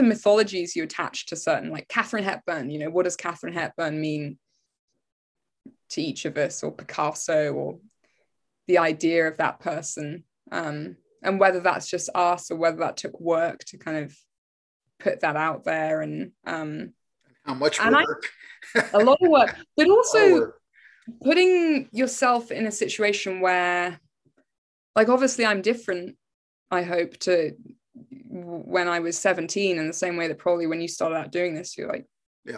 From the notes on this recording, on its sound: (audio file corrected). Apologies… the first send had an audio file that was an hour short… a mystery… Shot via Zoom.